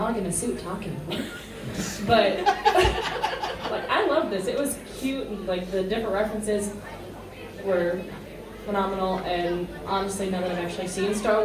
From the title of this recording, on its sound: Live From Lodge Con